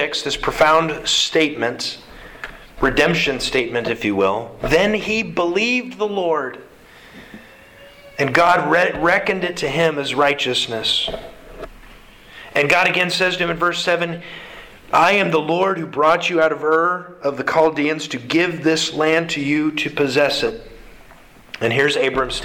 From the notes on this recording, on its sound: Sermon delivered to the Galena Bible Church